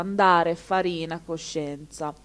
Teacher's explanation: le parole piane, cioè accento sulla penultima sillaba. E la maggior parte delle parole italiane, così tipo andare, farina, coscienza.